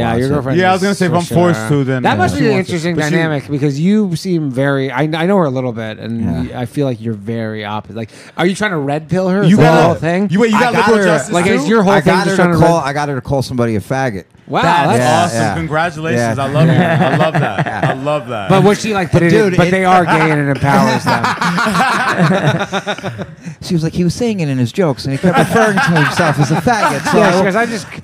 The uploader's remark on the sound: The Bathhouse is a live call-in show from the green room of The Stand Comedy Club, one of New York City's best comedy clubs.